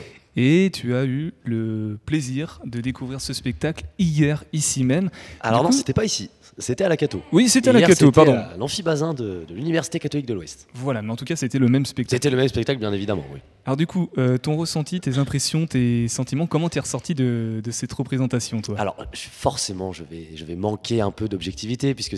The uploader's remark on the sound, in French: Ce soir, Topette se déplace jusqu'au Quai pour une émission spéciale en direct du lieu de culture angevin qui borde la Maine.